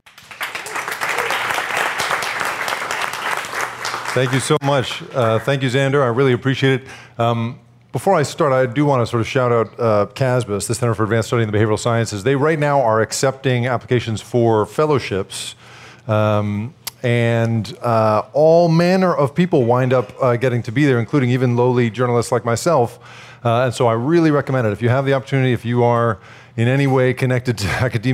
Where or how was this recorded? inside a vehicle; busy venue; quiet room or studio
busy venue